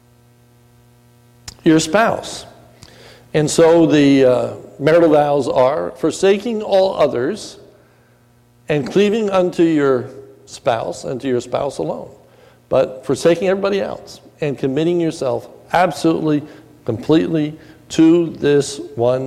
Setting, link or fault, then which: setting, large echoing room